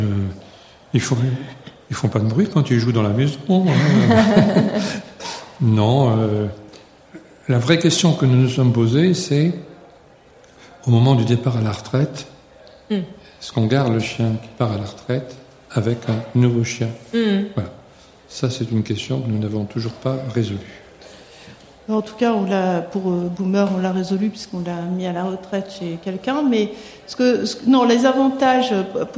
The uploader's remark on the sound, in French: Enregistré en direct du festival PodRennes. Mais aujourd'hui, vu que l'introduction est également enregistrée en direct, nous allons tout de suite en apprendre plus ensemble.